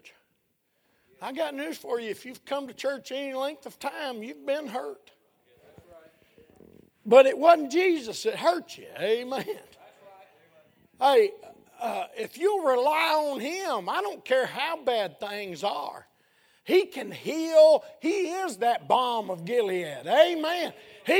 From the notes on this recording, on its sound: A sermon preached Sunday Evening of our 3rd Annual Missions Campmeeting